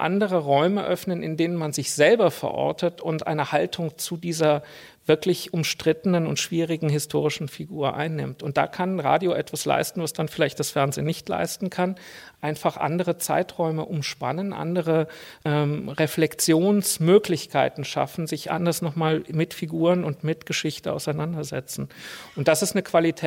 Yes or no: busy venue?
yes